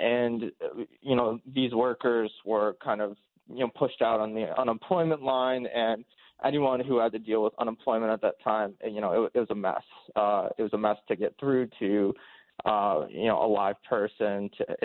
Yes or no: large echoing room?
no